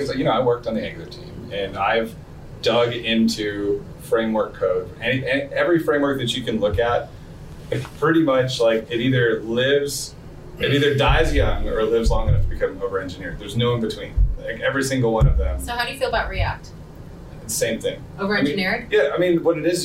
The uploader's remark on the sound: live at RenderATL